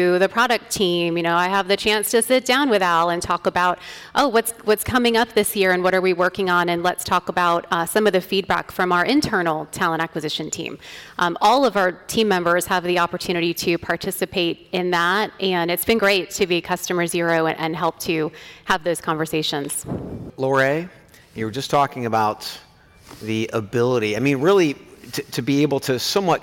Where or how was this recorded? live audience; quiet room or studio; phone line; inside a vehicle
live audience